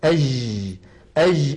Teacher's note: مخرجها صحيح ولكن فاتها صفة من صفات الجيم الفصيحة وهي انحباس الصوت أي صفة الشدة · Term: جيم عامية